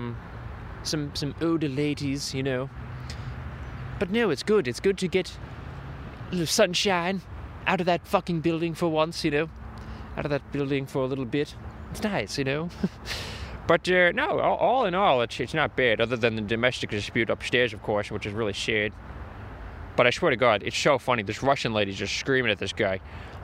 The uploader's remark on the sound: A podcast but outside (Near the Manhattan Bridge)